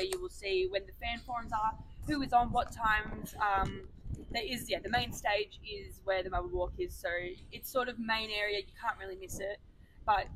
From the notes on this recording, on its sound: live from Albert Park